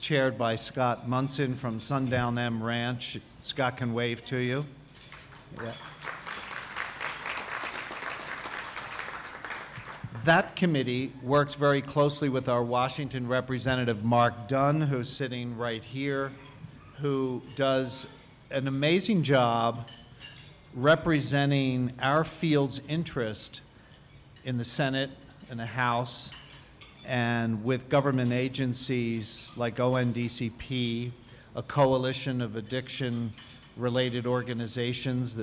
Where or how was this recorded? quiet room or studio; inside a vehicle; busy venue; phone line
busy venue